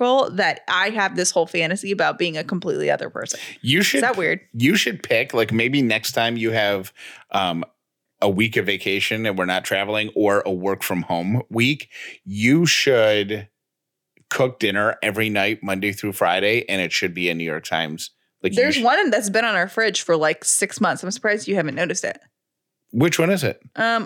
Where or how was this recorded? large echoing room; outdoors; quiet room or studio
quiet room or studio